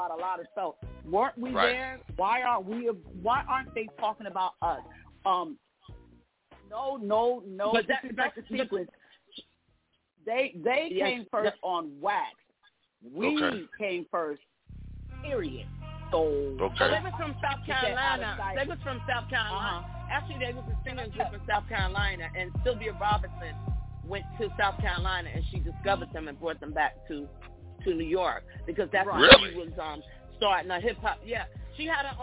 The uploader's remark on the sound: we gonna have these ladies live on the phone